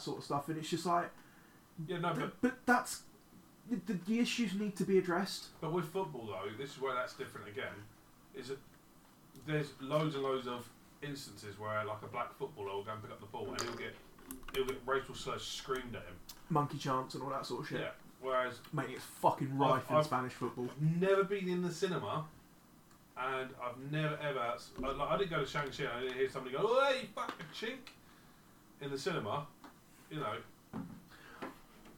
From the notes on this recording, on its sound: Forgot to change the microphone input over. Apologies for the terrible sound quality.